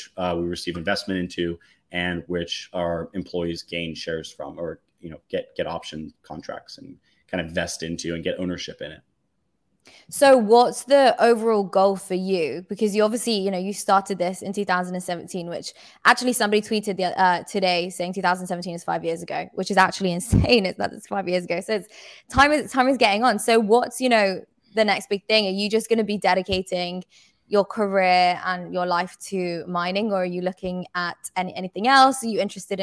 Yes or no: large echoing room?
no